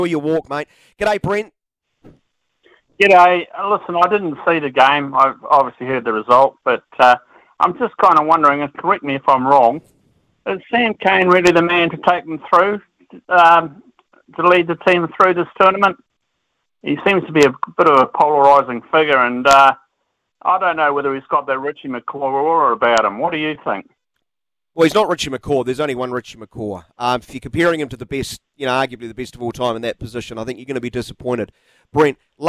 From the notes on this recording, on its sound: hits the phone and text lines to get the listeners opinions